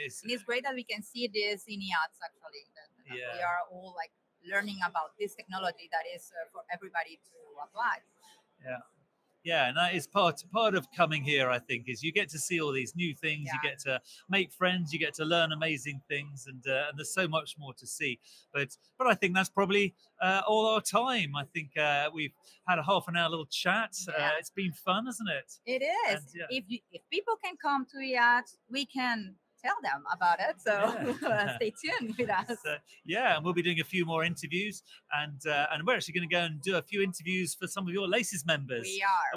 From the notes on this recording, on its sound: Live from EACTS. Reports live from the 2023 EACTS Annual Meeting. This edition of The Beat was livestreamed from Vienna, Austria.